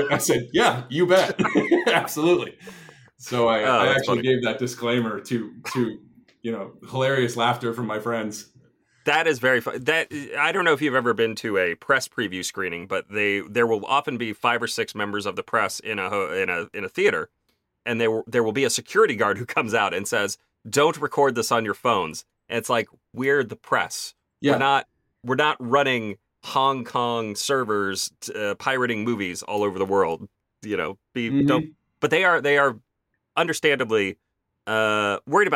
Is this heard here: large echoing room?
no